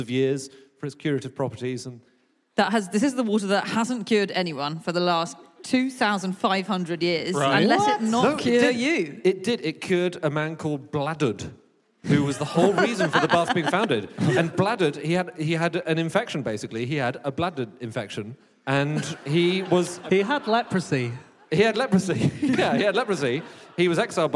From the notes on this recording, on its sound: Live from Bath